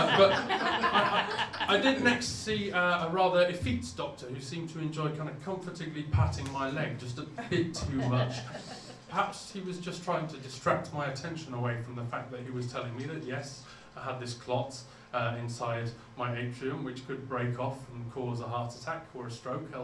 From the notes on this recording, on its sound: All performances were originally recorded at our shows at The Leicester Square Theatre, The Hackney Attic and The Dogstar in Brixton throughout 2012 and 2013.